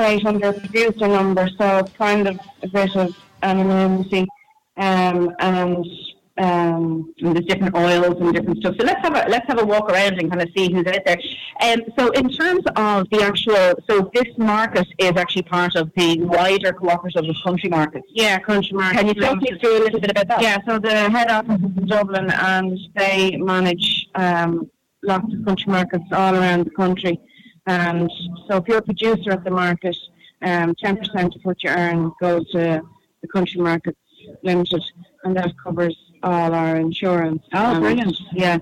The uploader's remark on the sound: INTERVIEW HIGHLIGHTS - Tulla country market. Broadcast from the Stand at Tulla GAA pitch as part of Tulla Music Festival.